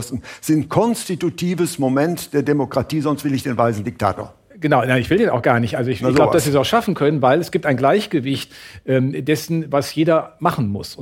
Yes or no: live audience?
yes